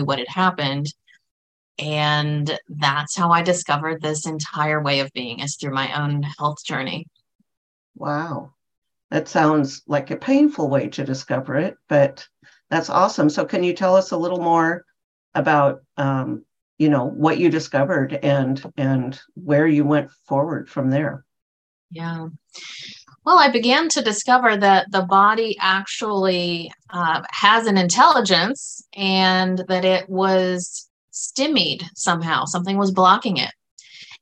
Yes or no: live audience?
no